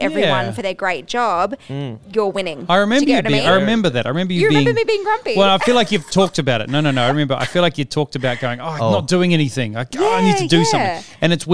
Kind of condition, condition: setting, busy venue